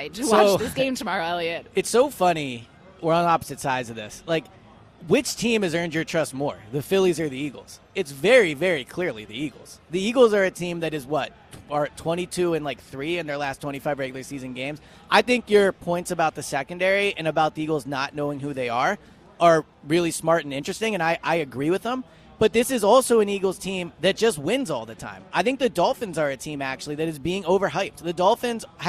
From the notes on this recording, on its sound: live at Parx Casino